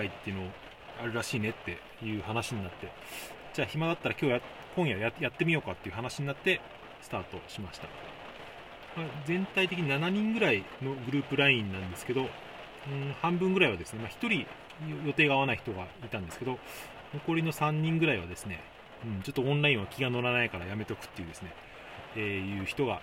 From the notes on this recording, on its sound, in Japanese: 車内収録のため雨の音が入っています。